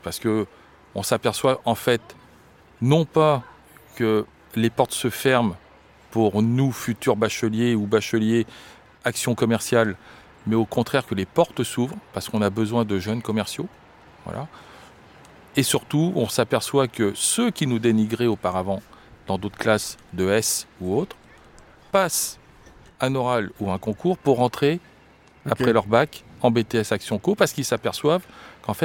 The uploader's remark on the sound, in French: Enregistré cette fois sur la plage de la Boirie à St Denis d'Oléron. La Buvette de la Plage, une institution du nord de l'île.